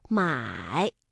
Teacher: 三声我们在读音的时候呢是先降下来，然后再扬上去